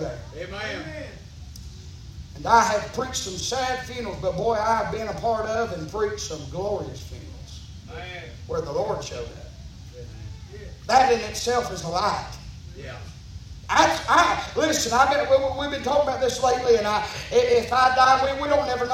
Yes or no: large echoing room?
yes